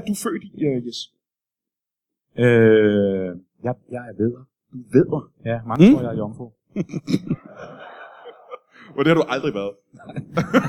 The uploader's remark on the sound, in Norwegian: LIVE fra Comedy Zoo